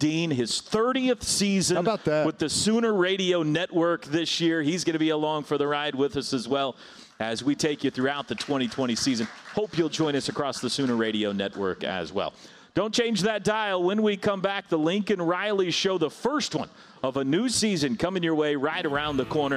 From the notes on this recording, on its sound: the Huddle Reloaded LIVE form Rudy's